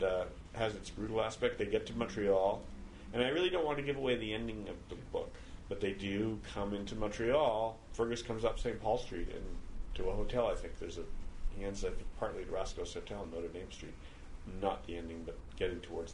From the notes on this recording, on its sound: We talk here, at the Blue Metropolis Montreal International Literary Festival